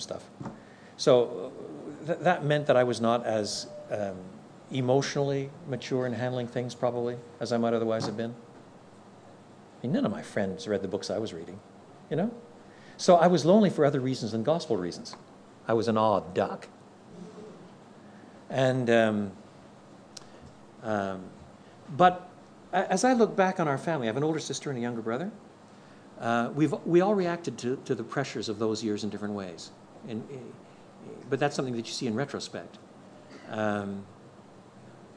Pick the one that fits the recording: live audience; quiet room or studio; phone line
live audience